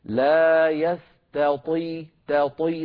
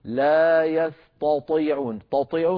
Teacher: نرقق التاء ونفخم الطاء · Shown in: first take · ولا نقول أبدا لا يستطيعون، تطيعون صار كأنها طائين، فلينتبه